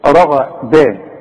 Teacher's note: الراء عندك مفخمة، الغين مفخمة، الدال رؤيئة، شوف رغداء خلاص.